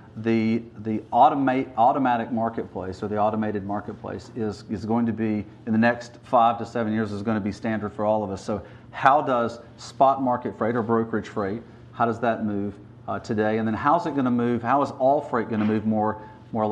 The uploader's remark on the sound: The interview was filmed during the Truckload Live Summit in Chattanooga, TN on December 5, 2019.